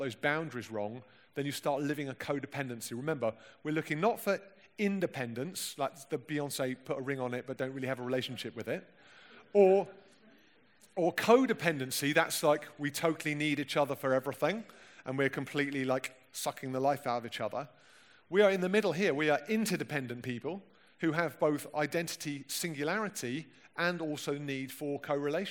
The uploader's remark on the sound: Recorded at the 2018 Newday Youth Worker's Weekend.